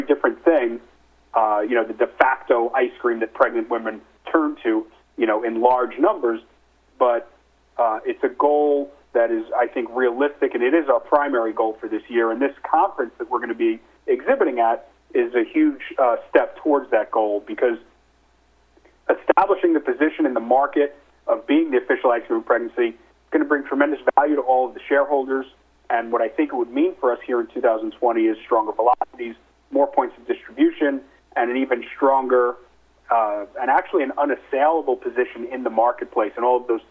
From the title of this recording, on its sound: Nightfood Investor Conference Call